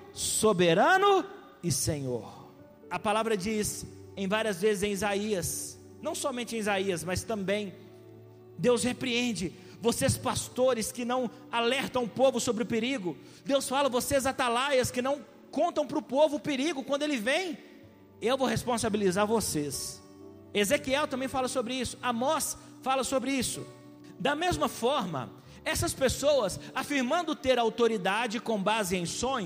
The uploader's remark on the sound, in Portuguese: Essa mensagem foi gravada ao vivo no dia 02/02/2020, no culto dominical da Igreja Vale Da Bênção - BH.